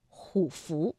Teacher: 那么前字虎啊就不能再读214了，而要读21 · Term: 变调